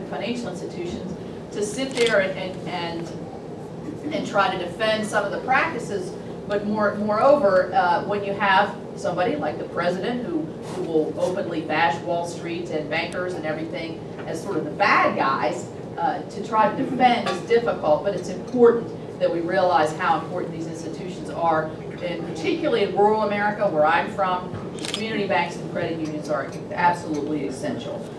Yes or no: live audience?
yes